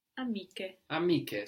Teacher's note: So we have CH there maintaining for us the hard K sound that we get in amico and amica, amiche. So in amico and amica, we just have CO or CA, but when we have an E after it, we need a CH to keep that hard K sound.